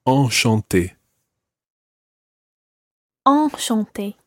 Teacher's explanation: Enchanté is a slightly different nasal sound, and your mouth needs to be wider for that. Enchanté. Enchanté.